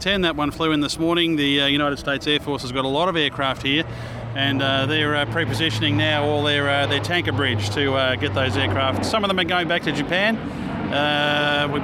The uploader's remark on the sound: Recorded live on the last day of the Avalon International Airshow and the boys are in the back end of a KC-135 (serial 62-3575). Lying on the Boomer's couch looking out at the people hiding from the heat in the shade of the aircraft. Following six days of airshow craziness, the boys are very tired.